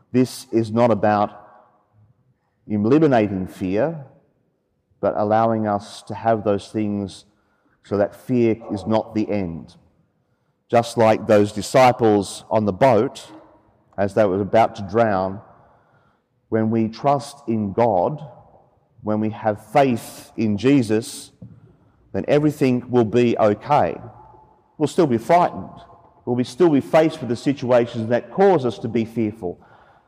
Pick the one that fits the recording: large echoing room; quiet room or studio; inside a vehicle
large echoing room